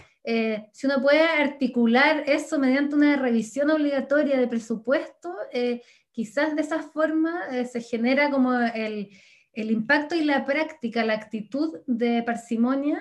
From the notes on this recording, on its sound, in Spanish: Actividad organizada por la Facultad de Ciencias Jurídicas y Sociales de la Universidad Austral de Chile y por el Instituto de Ciencias Penales. La presentación online se realizó.